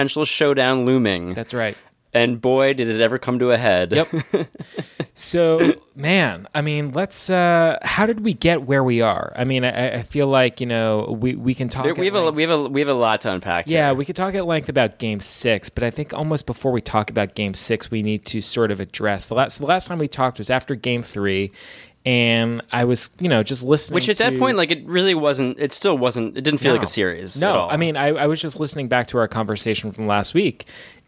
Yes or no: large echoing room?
no